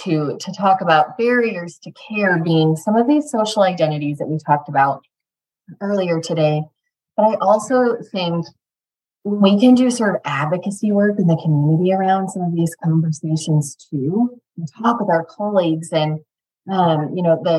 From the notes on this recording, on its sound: Webinar Replay.